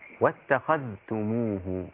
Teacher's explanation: قرأ حفص بالإظهار بين الذال والتاء